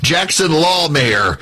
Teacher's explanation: put heavy emphasis on law in the first syllable of the last name